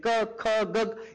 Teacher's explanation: ये गले से, गले के टकराव होने से निकलता है